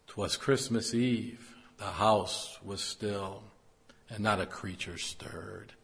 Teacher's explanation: weak, strong, weak, strong, it gives the same words a very sober, almost a scary kind of feeling